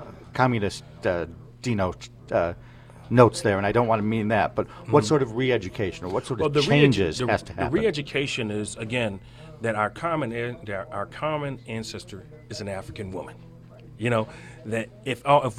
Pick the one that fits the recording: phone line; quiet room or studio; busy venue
busy venue